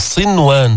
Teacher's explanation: ما هي نون ساكنة بعدها واو، والواو قلنا من حروف يومن، من حروف الإدغام بغنة، اجتمعوا بكلمة لا تدغم، بتقول صنوان، تظهر النون حتى ما تشتبه الكلمة بالمضعف أو بالمضاعف · Term: إظهار